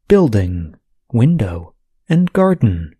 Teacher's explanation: these words are all nouns that have two syllables. They also have stress on the first syllable.